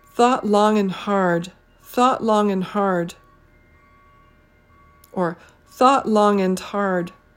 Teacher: the word and is almost never pronounced as and in a sentence. It's usually pronounced as n, and, or even un.